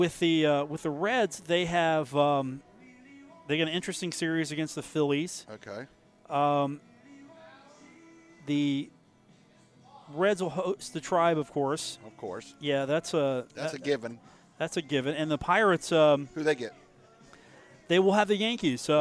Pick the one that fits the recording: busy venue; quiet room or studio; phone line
busy venue